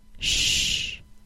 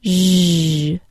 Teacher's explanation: The difference between sh and zh is the vibration of the vocal cords. Put your fingers back on the front of your throat and say the ZH sound with me.